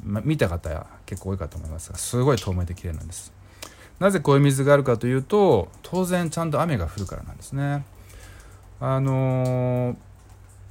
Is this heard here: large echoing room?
no